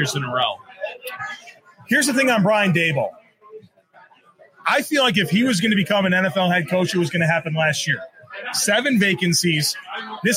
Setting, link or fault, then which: setting, busy venue